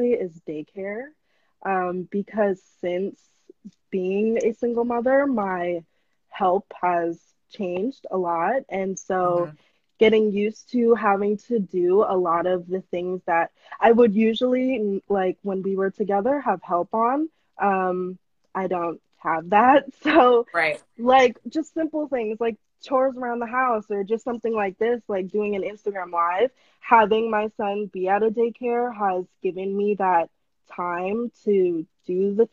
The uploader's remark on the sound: Instagram live replay